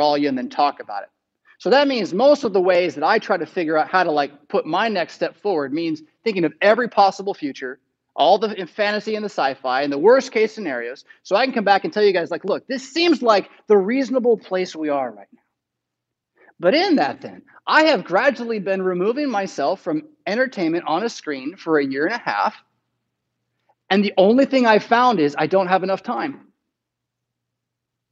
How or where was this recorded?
large echoing room